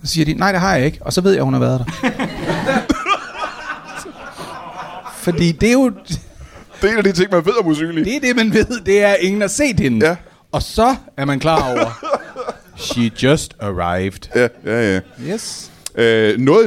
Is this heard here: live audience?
yes